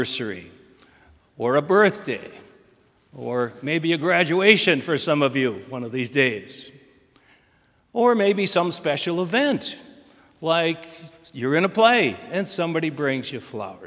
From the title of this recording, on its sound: Sermon from BLC Chapel